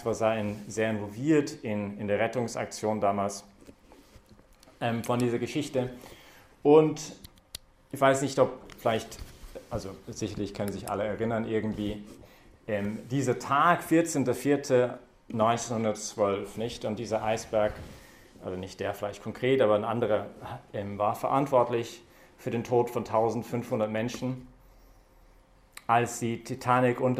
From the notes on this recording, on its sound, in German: hat diese Predigt während der Young Professionals Messe im Zentrum Johannes Paul II.